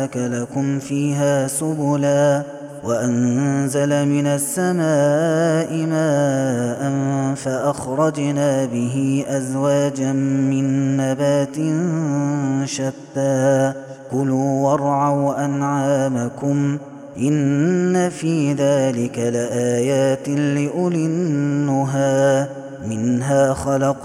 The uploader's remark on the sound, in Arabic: هذا التسجيل من صلاة التراويح